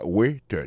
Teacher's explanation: accent tombé sur premier syllabe